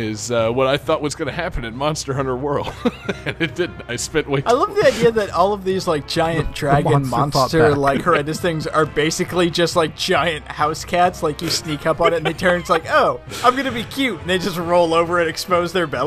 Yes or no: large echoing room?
no